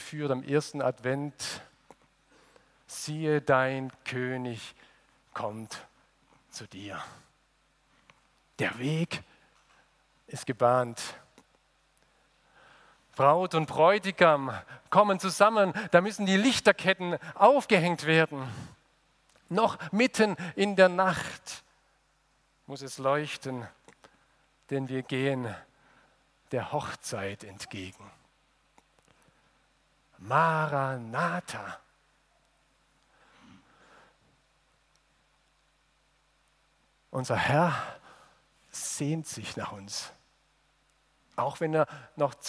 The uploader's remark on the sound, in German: aus dem Gottesdienst der Liebenzeller Mission